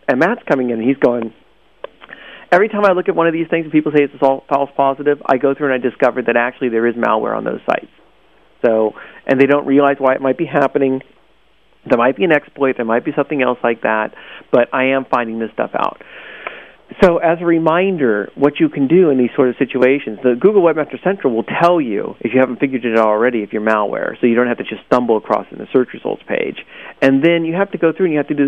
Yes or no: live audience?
no